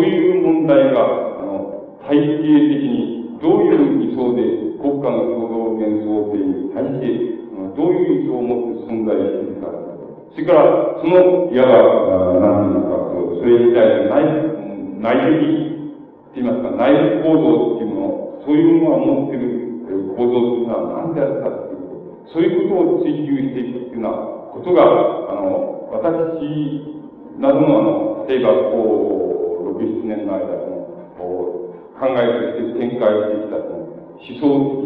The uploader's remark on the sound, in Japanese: 場所：岐阜大学。明治大学駿台祭での講演。音源は客席から録音されたもので 音質はあまりよくない。